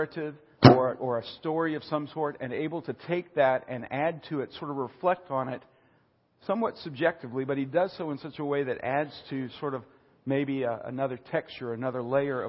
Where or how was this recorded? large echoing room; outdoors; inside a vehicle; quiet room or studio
large echoing room